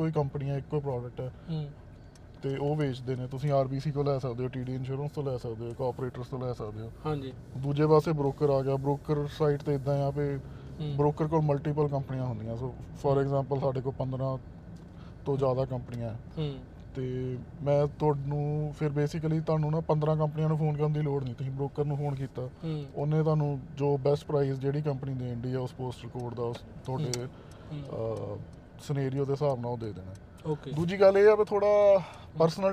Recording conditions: inside a vehicle